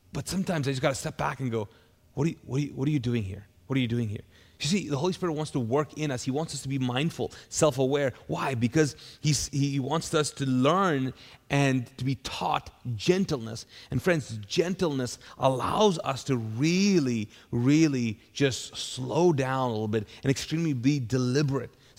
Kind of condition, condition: setting, large echoing room